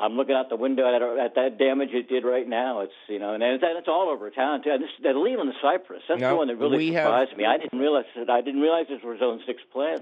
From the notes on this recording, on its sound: your fabulous phone calls!